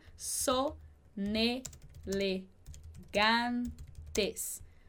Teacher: A gente tem uma palavra que termina com N e uma que começa com E. Então, fica sonelegantes.